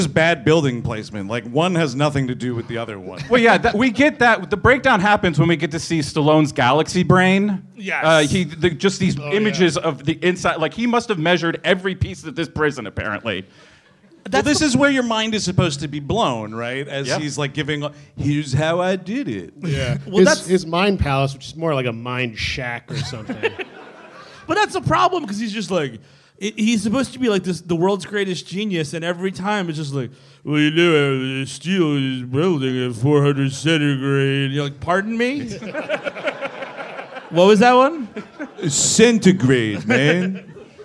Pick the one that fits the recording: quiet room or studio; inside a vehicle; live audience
live audience